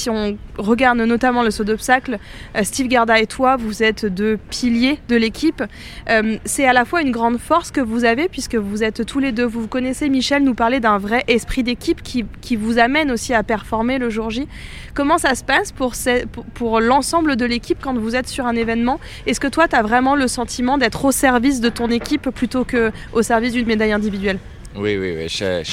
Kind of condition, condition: setting, busy venue